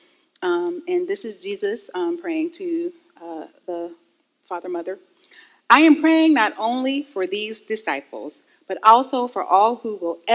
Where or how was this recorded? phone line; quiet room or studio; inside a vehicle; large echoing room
large echoing room